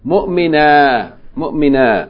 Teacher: With an aleph, which means if you stop on it, you're going to pronounce it like it's a long vowel fatha